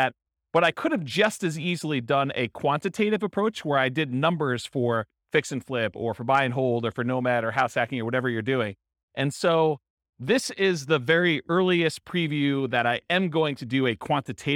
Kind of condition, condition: setting, live audience